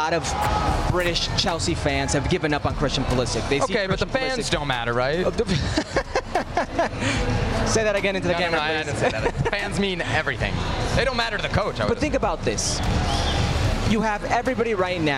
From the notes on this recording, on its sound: live from Orlando City’s Exploria Stadium